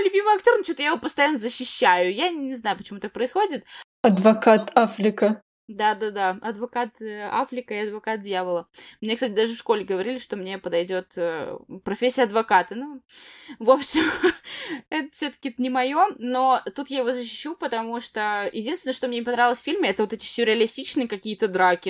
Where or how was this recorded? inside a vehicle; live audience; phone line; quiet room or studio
quiet room or studio